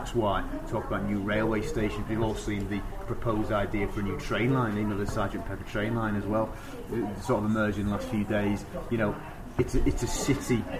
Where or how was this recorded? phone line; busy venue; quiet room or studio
busy venue